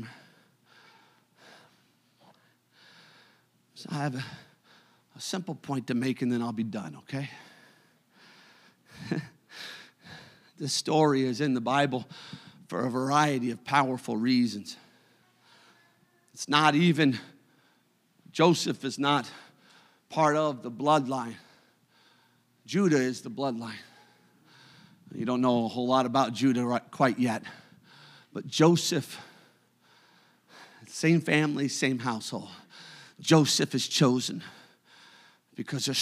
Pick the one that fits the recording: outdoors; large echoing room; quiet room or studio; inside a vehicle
large echoing room